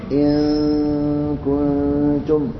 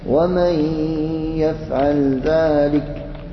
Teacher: فالإخفاء اللسان يكون أقرب إلى النون بخلاف الإدغام · Shown in: first take · فاللسان يكون أقرب إلى الحرف الذي تخرج منه الذي يدغم فيه.